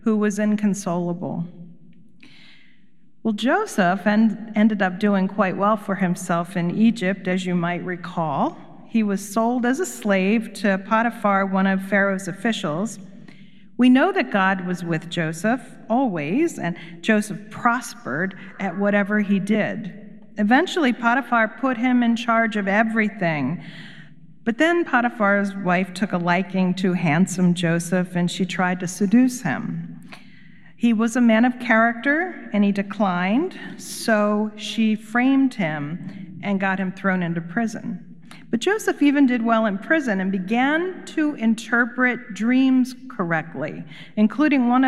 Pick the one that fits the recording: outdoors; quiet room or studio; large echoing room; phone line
large echoing room